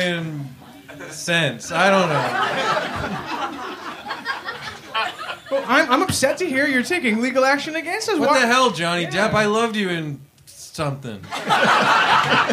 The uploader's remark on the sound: Here it is: our first ever live episode! Dazzle a sold-out crowd. At Comedy Bar in Toronto.